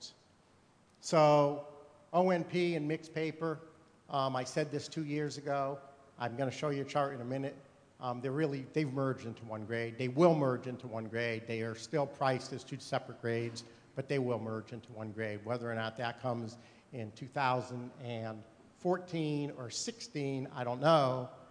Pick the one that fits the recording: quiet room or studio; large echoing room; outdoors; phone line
large echoing room